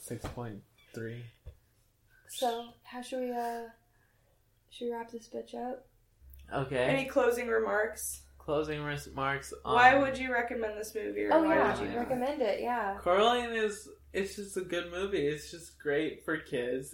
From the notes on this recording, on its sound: If you listen closely you might even hear roommates making noises randomly throughout the episode.